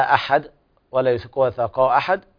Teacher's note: في الموضعين بيان القلقلة عند الوقف على الدال